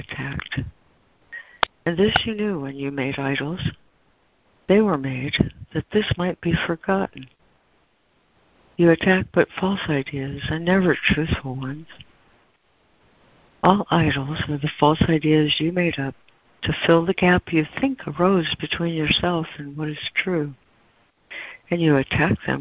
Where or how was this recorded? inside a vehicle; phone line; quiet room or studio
phone line